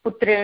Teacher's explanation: पुत्रेण इत्यस्मिन् पदे णत्वं मूर्धन्यणकारः अस्ति